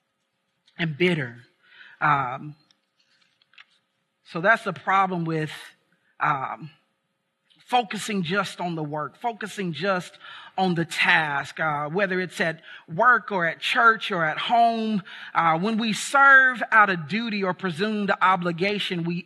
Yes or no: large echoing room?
yes